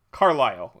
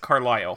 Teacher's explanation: Emphasis on the second syllable. · Shown in: second take